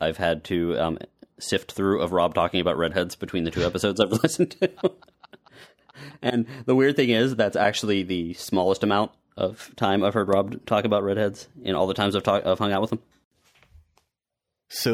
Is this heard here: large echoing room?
no